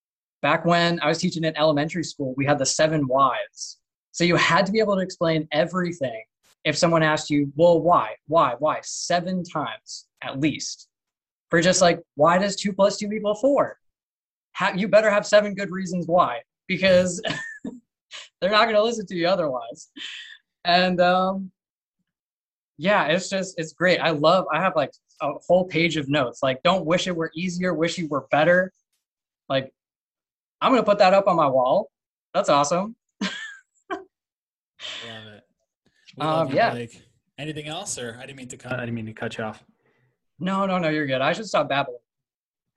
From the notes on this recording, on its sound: Monday Live Zoom Recording